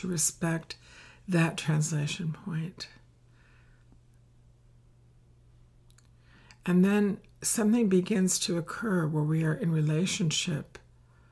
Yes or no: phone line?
no